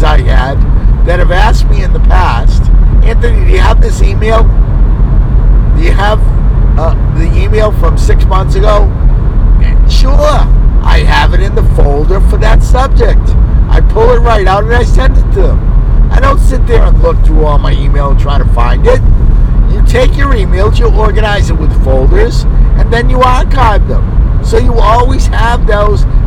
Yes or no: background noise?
yes